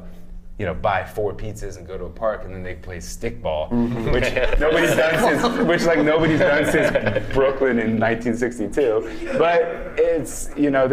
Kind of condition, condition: setting, busy venue